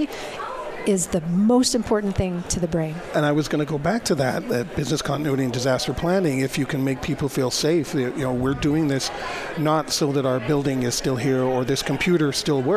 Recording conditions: busy venue